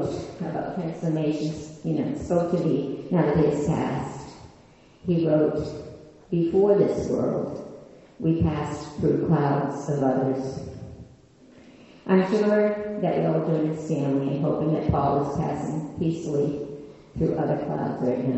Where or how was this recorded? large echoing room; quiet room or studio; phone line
large echoing room